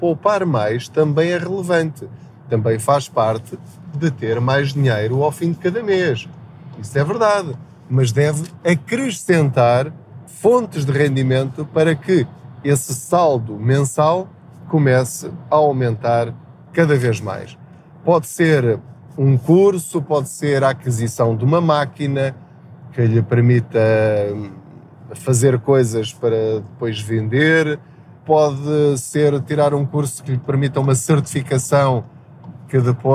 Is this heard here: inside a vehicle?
yes